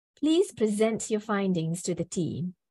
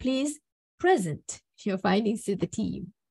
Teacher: if it's a verb, let's compare. We stress on the second syllable · Shown in: first take